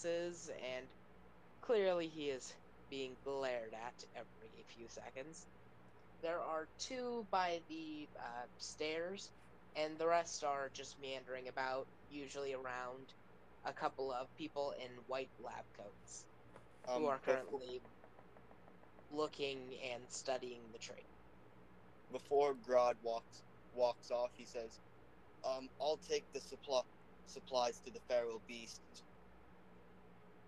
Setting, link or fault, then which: fault, uneven or low level